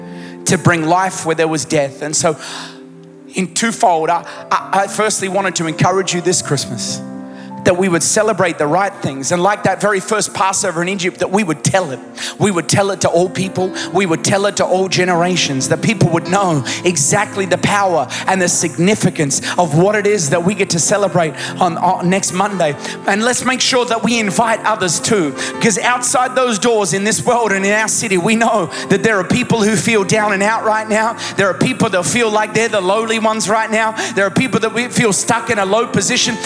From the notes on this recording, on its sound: Recorded live at Planetshakers Church (Melbourne) on Sunday 17th of December 2023.